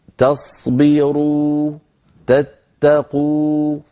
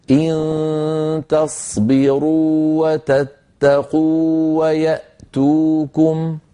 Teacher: والواو الأولى هنا واو مدية، يعني مد طبيعي بمقدار حركتين، ممطوطة بمقدار الطبيعي هكذا.